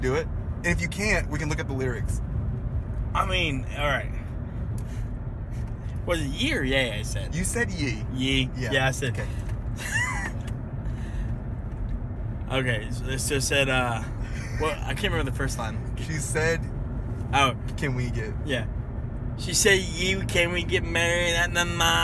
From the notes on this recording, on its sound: Roll home from a shopping trip on the west side and record their conversation the entire time.